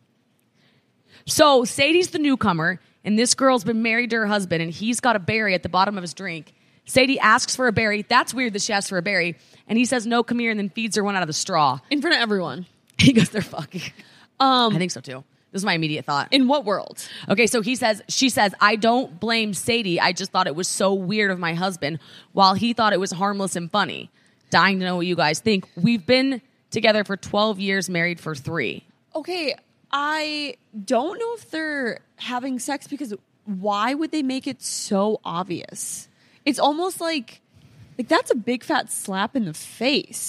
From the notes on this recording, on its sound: We’re in Charlotte live from worlds cutest bar.